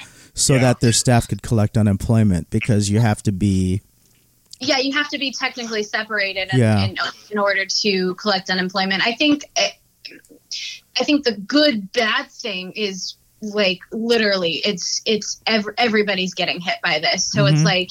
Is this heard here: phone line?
yes